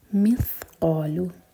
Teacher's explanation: زبان آپ کی اوپر والے دانتوں کو ٹچ کرے گی · Term: تھا